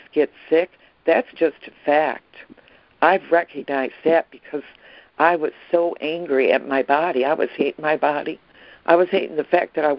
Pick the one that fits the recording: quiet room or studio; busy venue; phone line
phone line